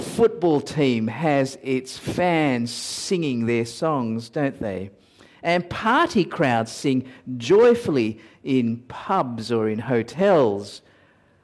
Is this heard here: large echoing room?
yes